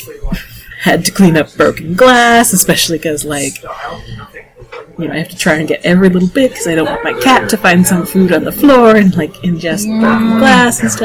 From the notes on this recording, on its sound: The audio on this one is…not great. Unfortunately we had to choose between recording in the cafe where we have knit night or not recording for two weeks over the holidays.